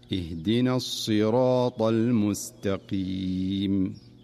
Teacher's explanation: والمقصود هنا تفخيم حرف الصاد. فالصاد في الصراط حرف مستعل مفخم، فلا ينبغي أن تضعف صفته حتى تميل إلى السين.